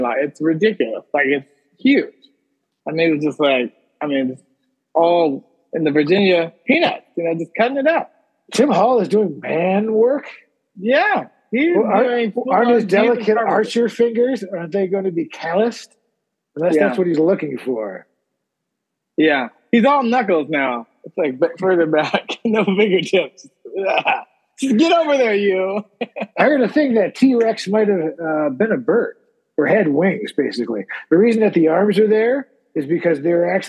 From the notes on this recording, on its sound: Special 4-part Summer Zoom Edition